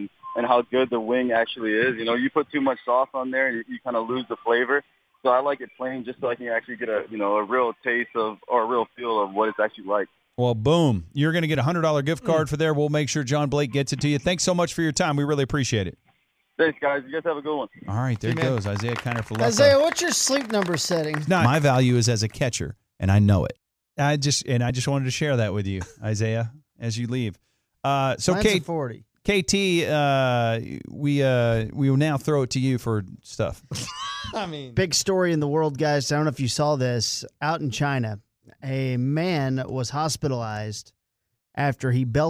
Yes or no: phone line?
yes